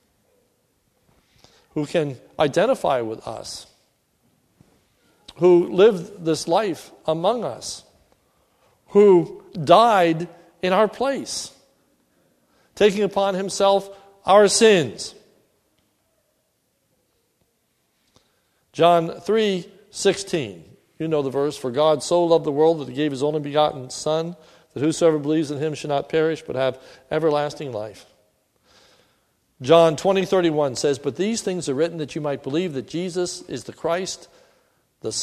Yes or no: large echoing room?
yes